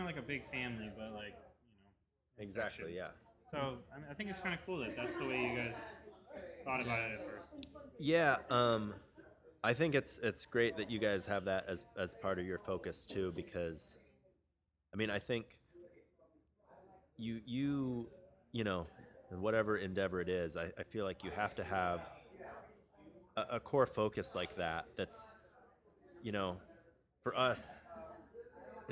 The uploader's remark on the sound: Live! From Eagle Rock Brewery